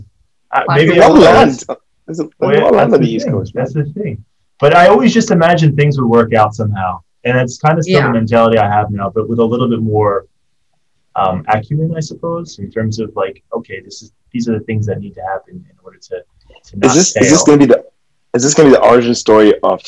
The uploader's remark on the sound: Due to the situation in Hong Kong, we are doing our 1st Zoom meeting.